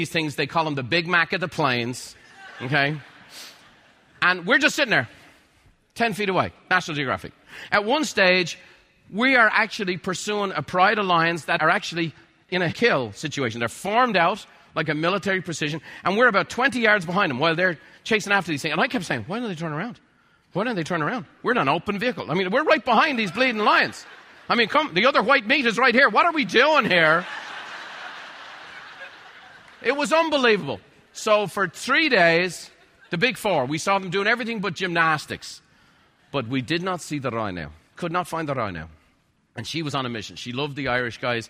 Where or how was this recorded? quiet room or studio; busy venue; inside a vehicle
busy venue